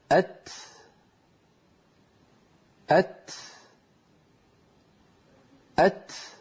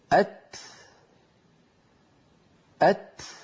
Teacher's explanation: لاحظوا بارك الله فيكم إلى هذه الصورة المتحركة، عندما نقول أت، لاحظوا أت أت أت، إذن لابد من أن طرف اللسان يقرع مخرج التاء، ويتبع ذلك نفس يجري ويخرج كما ترون. ولاحظوا بأن اللسان لما يتجافى عن موضع التاء لا ينزل إلى مكانه الأصلي إلى تحت عند الأسنان السفلى مباشرة.